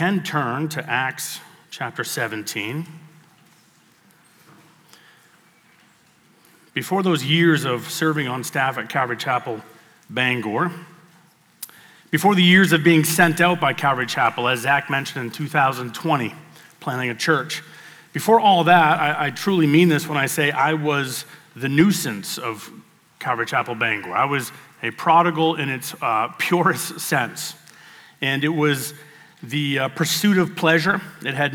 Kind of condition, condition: setting, live audience